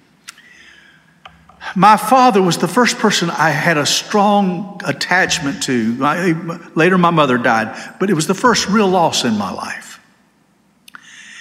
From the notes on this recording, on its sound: This sermon was delivered on June 18, 2023 at First Baptist Church Hendersonville, NC.